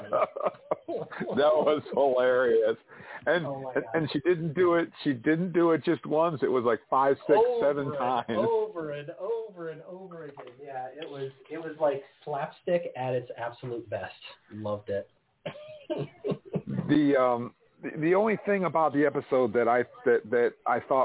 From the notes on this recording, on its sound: LIVE FROM LAS VEGAS. We are broadcasting LIVE from Star Trek 55 year mission at the RIO All-Suites Hotel and Casino, Las Vegas!